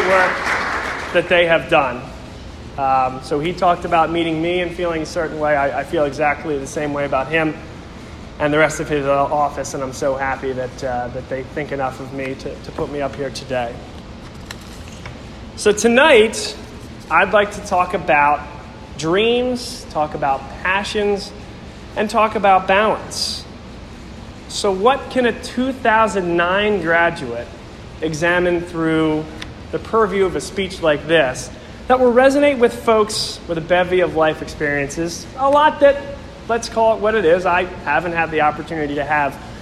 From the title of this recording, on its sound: Speech at La Salle College High School Alumni Mentor Event (October 16, 2019)